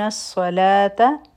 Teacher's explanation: صاد غٹ حرف دی، او پا دی کی دی سیٹی آواز هم دی